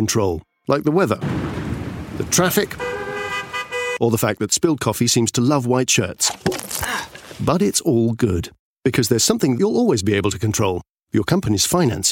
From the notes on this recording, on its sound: On the floor at the Fine Gael National Conference